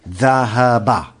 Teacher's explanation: the ha is not the ha that is guttural, it is the ha that comes from the end of the alphabets